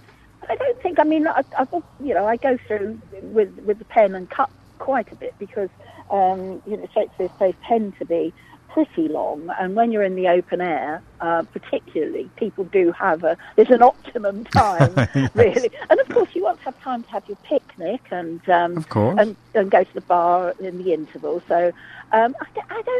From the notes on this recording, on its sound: joined on the phone